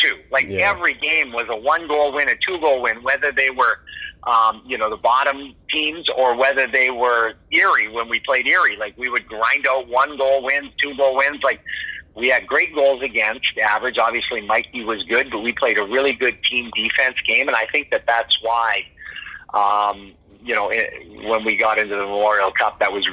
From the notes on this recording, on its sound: on the phone (05:15) from San Jose